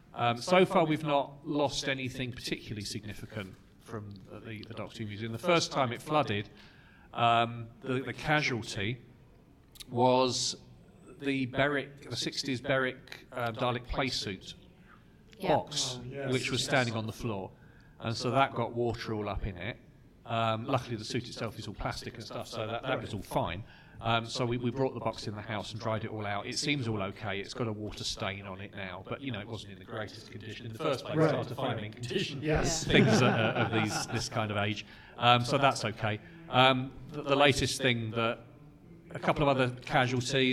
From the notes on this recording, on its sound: Here is the live recording from Chicago Tardis!